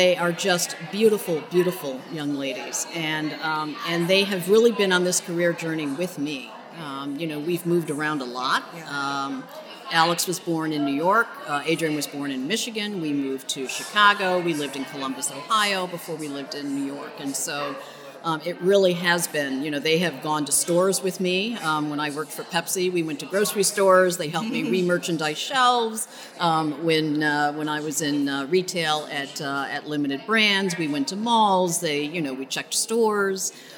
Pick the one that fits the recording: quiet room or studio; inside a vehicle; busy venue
busy venue